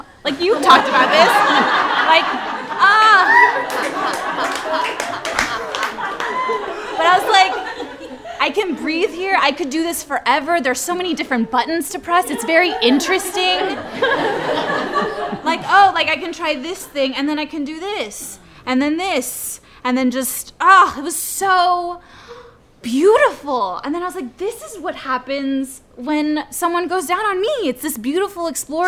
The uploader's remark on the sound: Recorded at the touchpoint town hall in NYC on May 1, 2018 at The Assemblage Nomad.